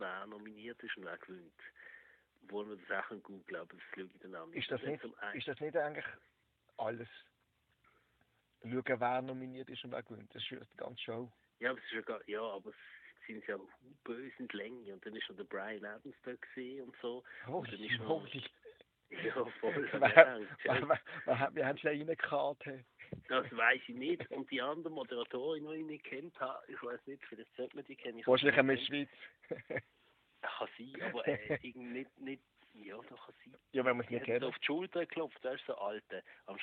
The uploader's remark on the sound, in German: am Telefon